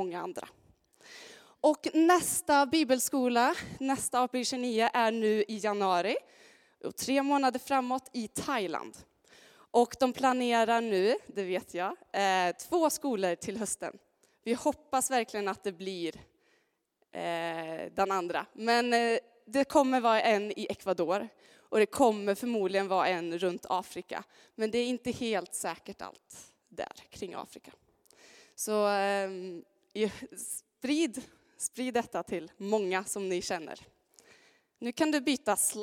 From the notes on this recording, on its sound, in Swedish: Inspelning från Immanuelskyrkan Skövde.